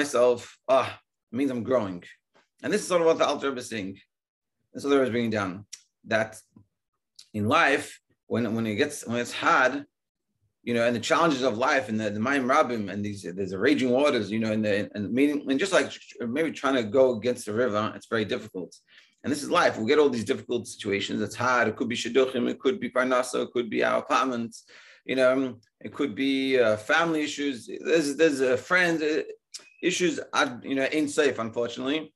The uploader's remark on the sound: Daily Zoom Shiur.